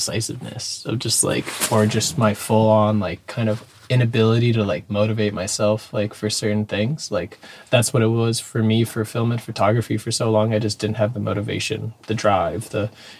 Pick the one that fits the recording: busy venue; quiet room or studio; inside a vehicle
inside a vehicle